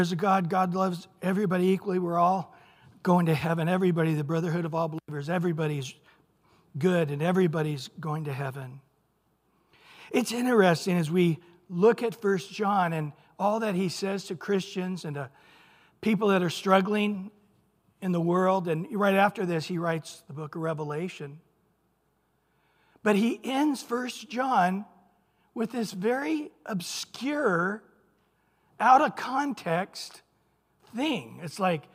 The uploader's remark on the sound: Recorded at Calvary Chapel of Los Alamitos. Sunday Morning Sermon.